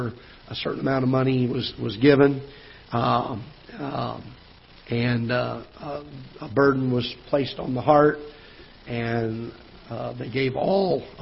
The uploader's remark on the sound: Ketha Heights Baptist Church ~ Live Broadcast